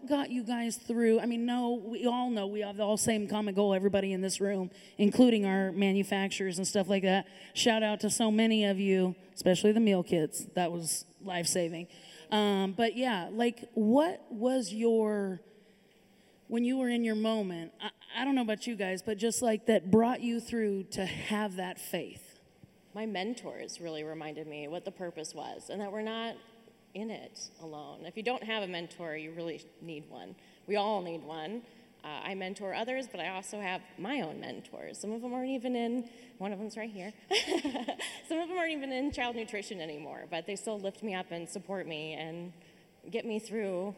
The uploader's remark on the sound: This episode is the podcast conversion of our first ever live studio audience filming of Next Up at NxtGen Network’s event called Ignite.